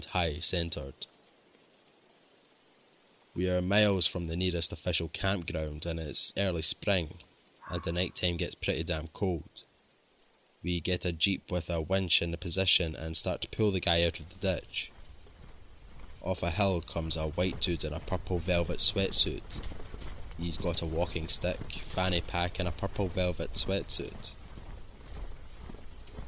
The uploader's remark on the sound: 5 Forest Ranger Stories with Forest Sound Effects. Told in the woods at night.